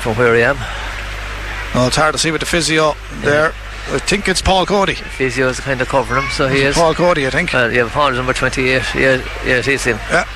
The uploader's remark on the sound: We were live in Netwatch Cullen Park